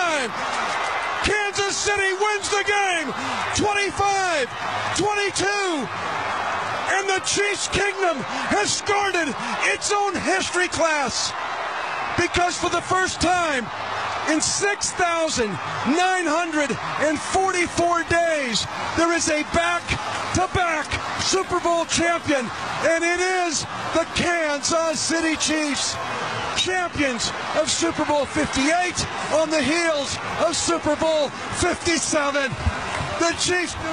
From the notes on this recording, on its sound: In a stadium full of heroes. LIVE from Super Bowl LVIII.